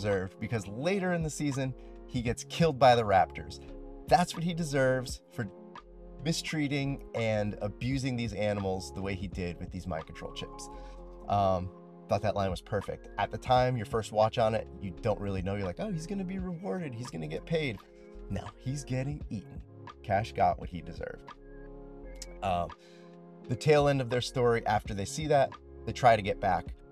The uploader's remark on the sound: On my lunch break at work I used a random number generator to pick a season and episode, watched it, then recorded a little bit about it sitting in my car.